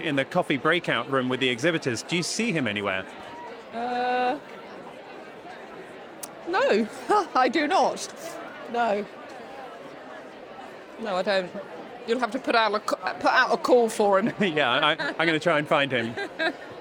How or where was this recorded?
busy venue